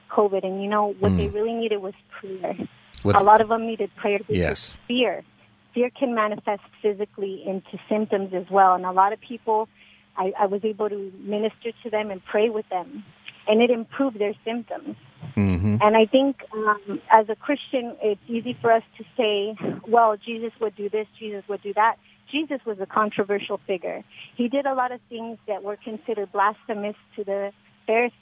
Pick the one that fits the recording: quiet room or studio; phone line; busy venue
phone line